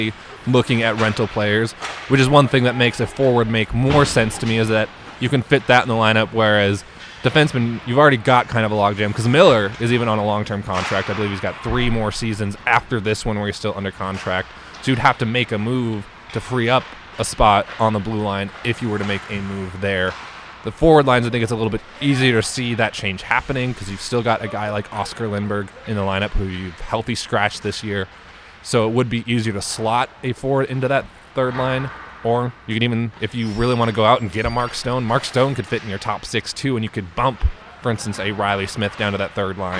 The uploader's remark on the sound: We are on location at City National Arena